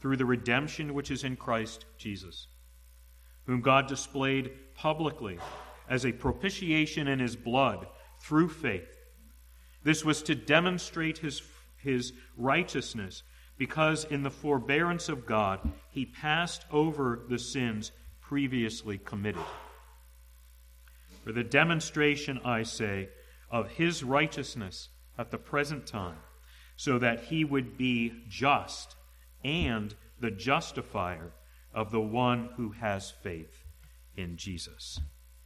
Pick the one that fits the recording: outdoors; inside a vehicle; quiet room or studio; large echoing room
large echoing room